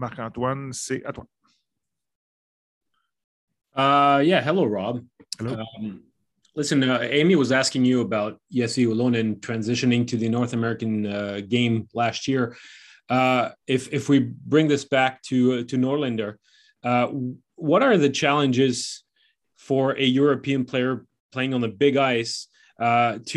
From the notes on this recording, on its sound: BROSSARD, QC — The AHL Report team from Rocket Sports Media was on the media’s Zoom call for the opening day of the Montreal Canadiens’ 2021 Rookie Camp, held at the Bell Sports.